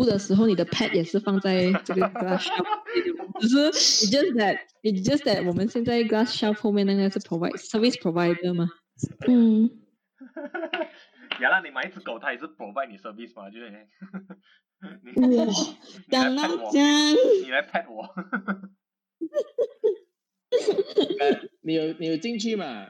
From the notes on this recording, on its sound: Im so sorry for the poor audio quality, will definitely try our best to ensure a legible, crystal clear recording in the next podcast for better experience. While we are now in different parts of the world.